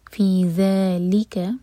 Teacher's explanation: ذال کے لیے زبان ہماری اوپر والے دانتوں پر ٹچ کرے گی، ٹپ باہر ہوگی، ذالک نہیں کہنا، یہ ہے ذال.